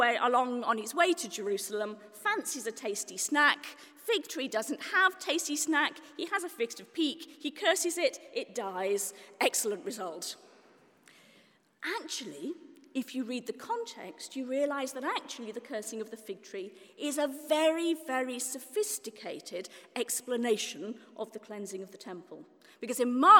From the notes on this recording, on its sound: This month saw 500 people attend the first-ever Festival of Preaching in Oxford, organised by Canterbury Press and the Church Times. Talk at the Festival.